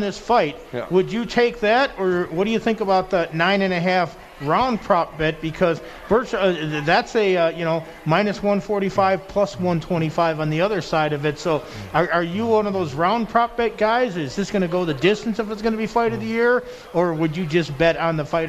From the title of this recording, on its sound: Live at The Cosmopolitan